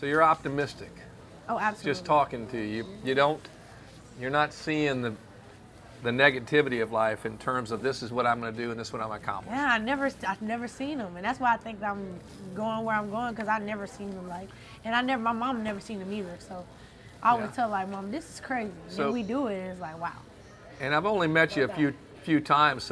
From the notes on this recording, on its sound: at the Fiery Crab in Baton Rouge for some delicious food